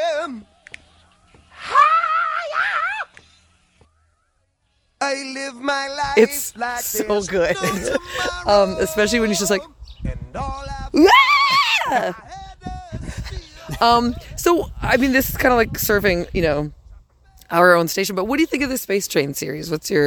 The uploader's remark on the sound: At their practice space in the alleyway, swatting away mosquitos and letting my recorder run out of card space.